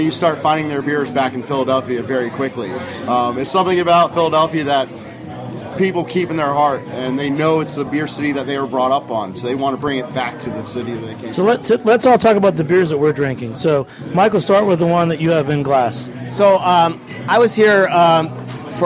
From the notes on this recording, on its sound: a special episode recorded at Monk's Cafe in Philadelphia during the Craft Brewers Conference in May